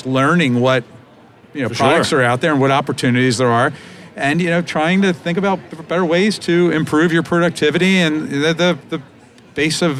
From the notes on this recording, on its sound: Live from the Benco booth at the GNYDM 2019